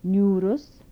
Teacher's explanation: Dental nasals with palatalization.